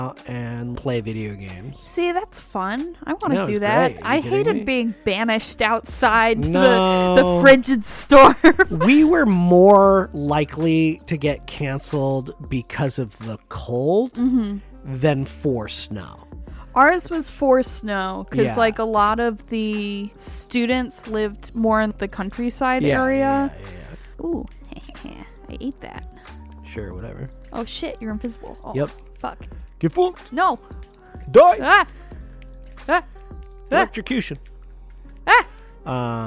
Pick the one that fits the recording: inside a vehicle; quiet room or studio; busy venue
inside a vehicle